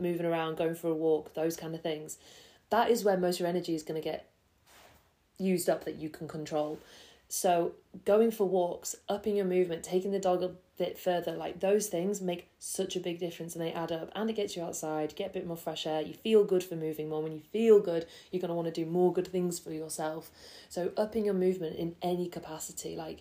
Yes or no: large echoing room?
no